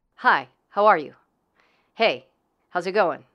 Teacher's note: A more masculine intonation is shorter and moves downward.